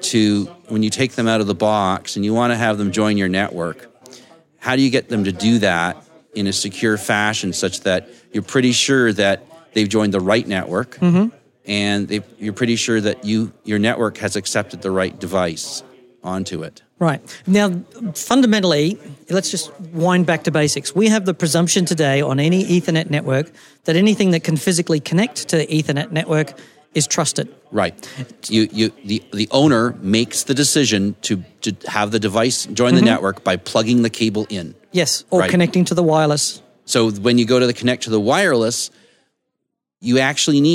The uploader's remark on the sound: A conversation recorded live. At the IETF 99 conference.